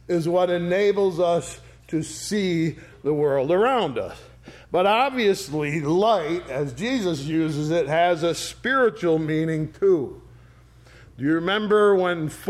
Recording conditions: large echoing room